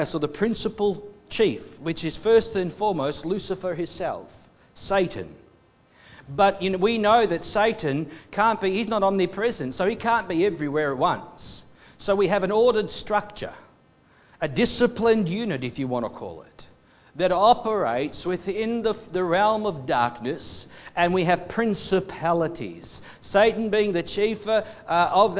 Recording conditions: large echoing room